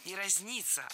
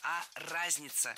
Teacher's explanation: в этом слове ударение должно падать на первый слог. · Shown in: second take · Что интересно, по звучанию наше слово совпадает с существительным.